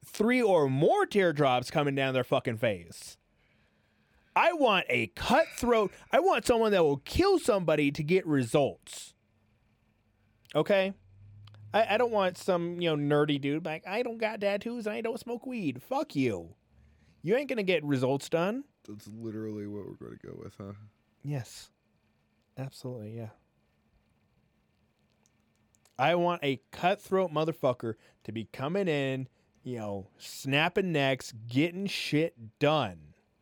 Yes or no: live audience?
no